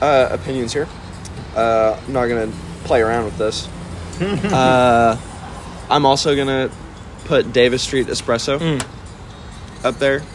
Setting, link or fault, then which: fault, background noise